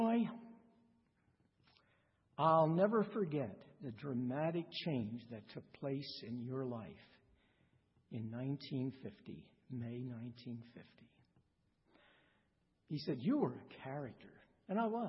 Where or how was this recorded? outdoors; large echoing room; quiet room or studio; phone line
large echoing room